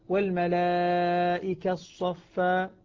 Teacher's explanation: عند بدء الإدغام أعطيت إشارة الفم فعلم أن التاء قبل أن تدغم كانت مضمومة · Term: الإشمام